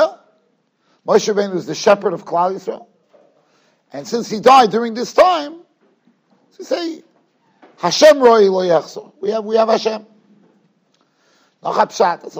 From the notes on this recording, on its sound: Shiur recorded in Yeshivas Ohr Reuven, Monsey NY.